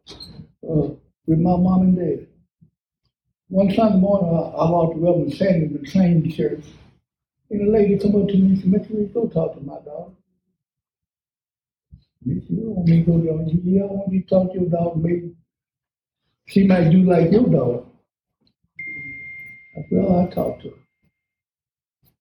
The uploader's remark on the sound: Sorry about the additional background noise. The event was really loud.